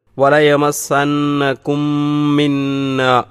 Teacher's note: വലയമസ്സന്നകും മിന്ന, അവിടെ വലയമസ്സന്നകും എന്ന് പറഞ്ഞതിലെ ആ മീമ് മിന്ന എന്ന മീമിൽ ലയിച്ച് മണിച്ചുകൊണ്ട് ഇത് ആമോടുകൂടി ഓതണം